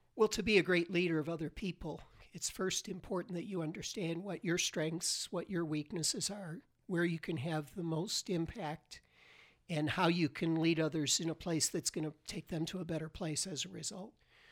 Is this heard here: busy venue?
no